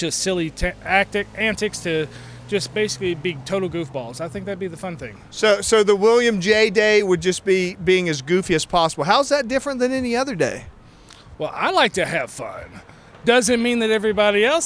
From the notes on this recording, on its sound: Here at Bar 101. First Tuesday event, a regular gathering for the young professionals group. The buzz inside is so loud that we decide to take our conversation outdoors.